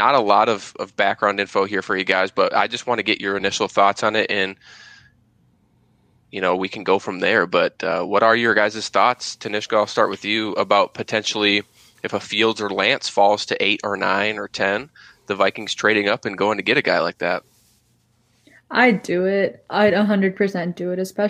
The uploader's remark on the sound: In the truck and joining the crew